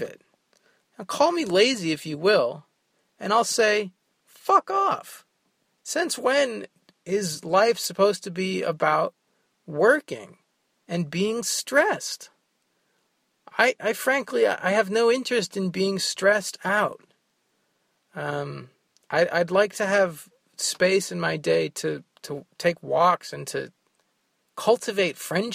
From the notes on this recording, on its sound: From the Northeast Kingdom, a solo rambler recorded while driving around Vermont.